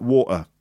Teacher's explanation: if you drop your T, which is quite typical in the UK, it sounds a bit like water